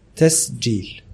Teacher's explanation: فبتقوم ايه تقلب السين زين بالمره ايوه عشان تتحل لو نطقت الجيم قرشيه سليمه هتلاقي نفسك بتنطق الكلمه صح ومن غير مجهود تسجيل لان الجيم القرشيه شديده فبتقسم لك المقطع نصين